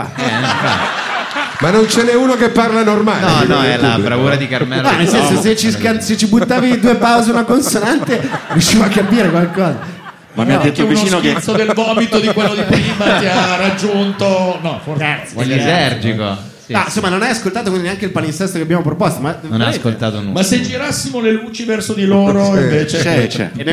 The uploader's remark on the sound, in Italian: live al teatro Franco Parenti di Milano